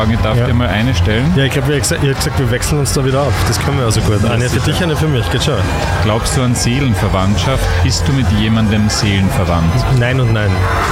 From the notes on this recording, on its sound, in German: SMASH FESTIVAL 2023. Um die Veranstaltung atmosphärisch bestmöglich einzufangen, haben wir unser mobiles Studio in einer Loge der Kasematten aufgebaut. Man hört aber auch, wie es ist, im Rahmen eines Podcasts hautnah an einem Festival dabei zu sein.